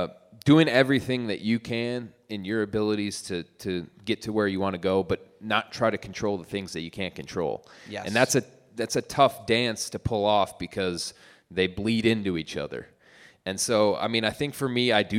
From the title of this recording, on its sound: LIVE in Detroit